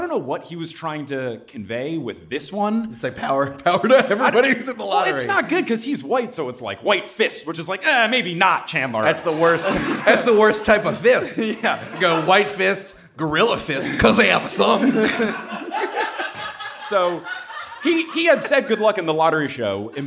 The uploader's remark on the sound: Live From Listen Up Portland